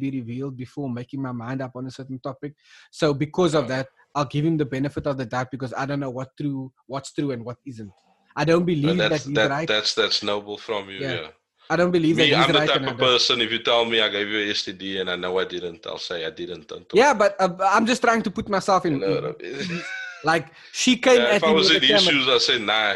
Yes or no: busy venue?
no